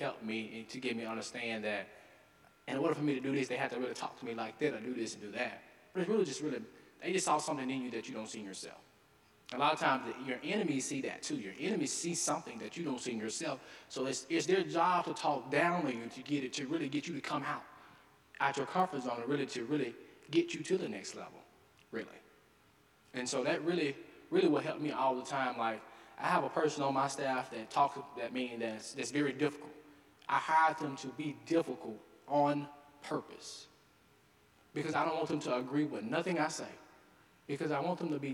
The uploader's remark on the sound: delivered the final winter term convocation at Carleton's Skinner Chapel